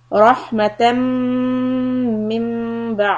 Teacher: meme shadda will hold, idgham with gunna, two harakat, and the little meme on top is iqlab.